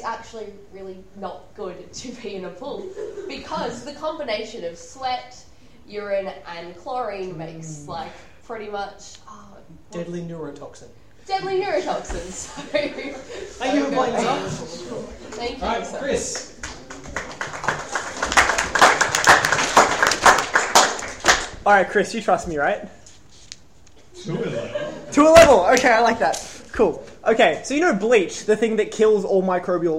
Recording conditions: live audience